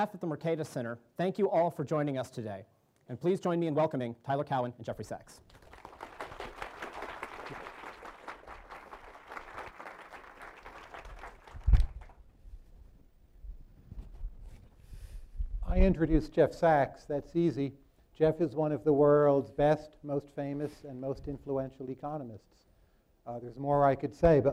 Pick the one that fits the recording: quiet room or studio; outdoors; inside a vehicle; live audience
live audience